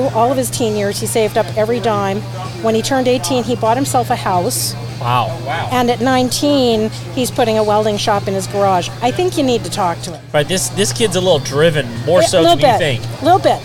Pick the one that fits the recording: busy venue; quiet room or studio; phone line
busy venue